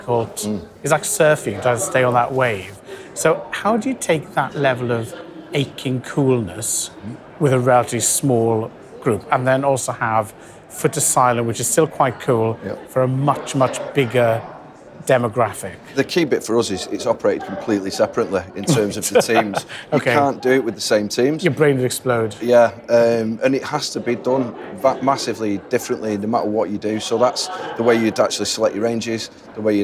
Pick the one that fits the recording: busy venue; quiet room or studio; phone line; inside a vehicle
busy venue